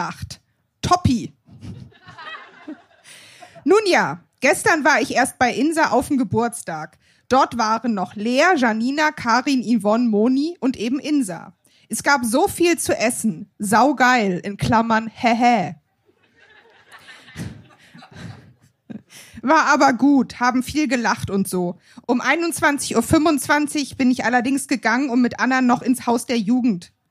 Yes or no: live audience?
yes